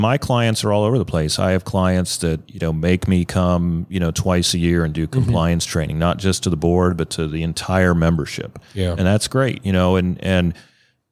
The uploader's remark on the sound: Live from the Ohio State Association Meeting.